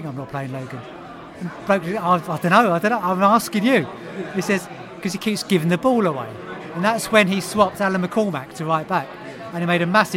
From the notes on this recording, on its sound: live and direct from The George IV pub in Chiswick